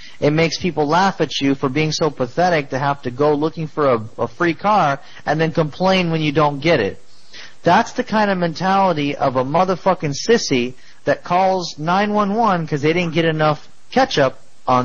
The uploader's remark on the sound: Prank Phone Calls. "Free Car on Craigslist" from archive.org.